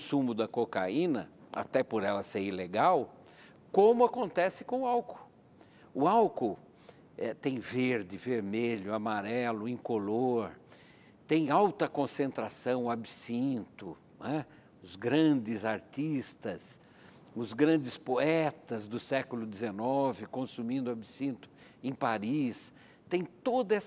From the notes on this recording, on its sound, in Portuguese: Para um grande público.